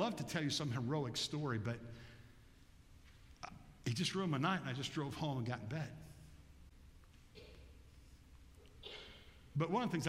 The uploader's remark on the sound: Bethel Church–Jackson, Michigan